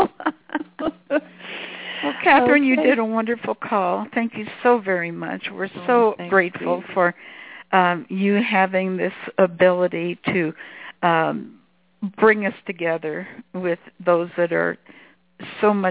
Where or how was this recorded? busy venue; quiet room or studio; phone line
phone line